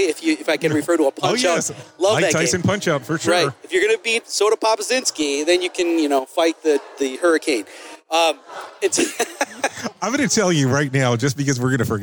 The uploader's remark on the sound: Tonight at the Safety FM Roadshow coming to you live from the Hyatt Regency on International Drive in Orlando, FL. Enjoy this live interview from the Safety FM Roadshow.